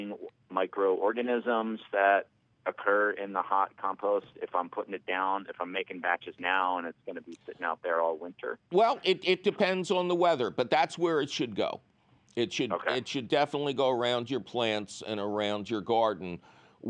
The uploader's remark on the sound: your fabulous phone calls